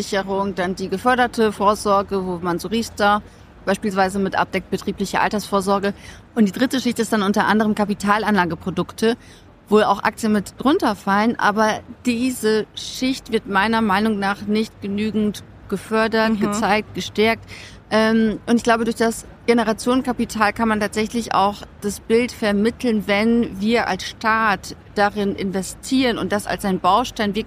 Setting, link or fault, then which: setting, busy venue